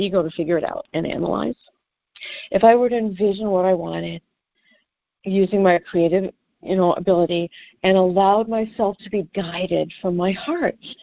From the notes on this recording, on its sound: ACIM Daily Conference Call